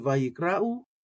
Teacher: I want to get the aleph in there. I don't treat it as silent here